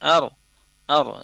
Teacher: untuk huruf ra sukun dia didahului huruf berharokat fathah alif, ya, ar. Ar, dia dilafazkan tebal dan kemudian huruf dhadnya disukunkan.